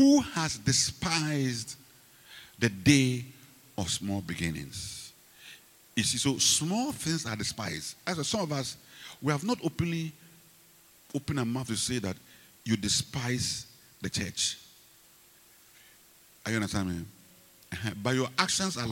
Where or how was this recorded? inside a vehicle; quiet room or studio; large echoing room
large echoing room